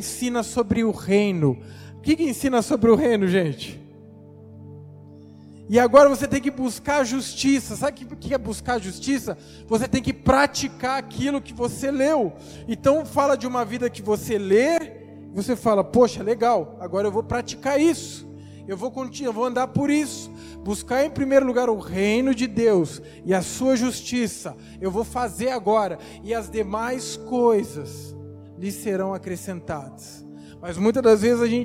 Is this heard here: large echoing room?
yes